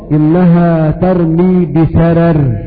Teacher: فإن ورشا يرقق الراء الأولى المفتوحة وصلا ووقفا تبعا للراء المكسورة في شرر